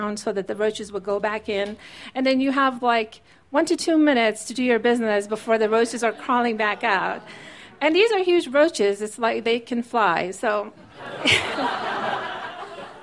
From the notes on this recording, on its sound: These stories were recorded at The Deer Pile on February 20, 2014